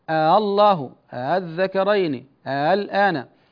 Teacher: تسهيل الهمزة بينها وبين الألف